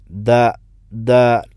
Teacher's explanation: ഷദീദും ജഹറും, അഥവാ ശബ്ദം പിടിച്ചു വെച്ചുകൊണ്ട്, ശ്വാസം പിടിച്ചു വെച്ചുകൊണ്ട് ആ ഉച്ചരിക്കുന്ന അക്ഷരമാണ് ദാൽ